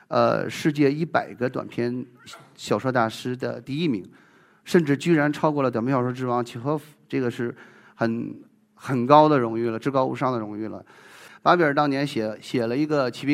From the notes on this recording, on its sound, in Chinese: 一席现场。